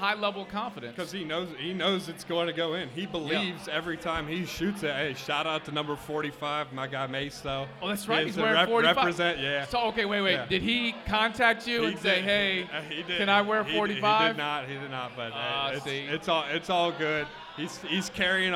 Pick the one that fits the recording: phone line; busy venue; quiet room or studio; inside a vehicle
busy venue